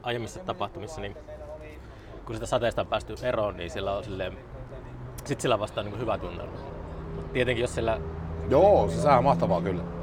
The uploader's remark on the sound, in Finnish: Jakso äänitettiin Pub Merikulmassa, Oulussa